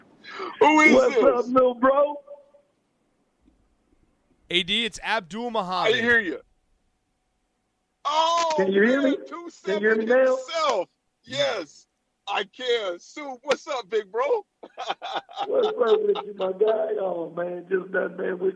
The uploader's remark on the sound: Calls in to round out our guests!